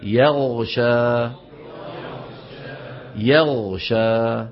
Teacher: أيضا من الأخطاء إبدالها خاء